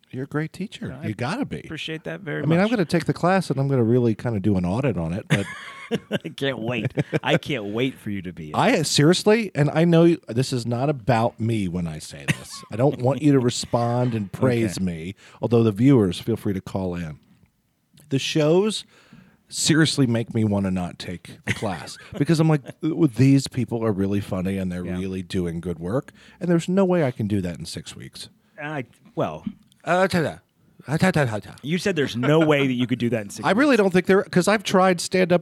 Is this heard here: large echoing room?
no